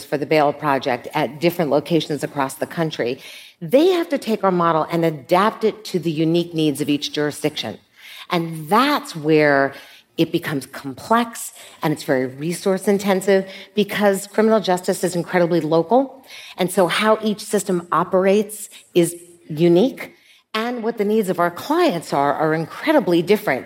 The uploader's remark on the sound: In this live conversation